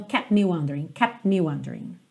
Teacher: Como ele já está no P com o lábio fechado, é como se não valesse muito a pena ir para o T para voltar para o M, que também é só um bilabial.